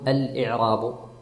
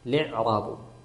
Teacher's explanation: فقال رحمه الله تعالى: لعرابه، لعرابه، هكذا تقرأ يا أخوان، ما نقول الإعراب، نقول لعرابه، كأن الهمزة الأولى غير موجودة والهمزة الثانية كذلك من أجل الوزن، فكأنها فقط لام مكسورة وعين ساكنة · Shown in: second take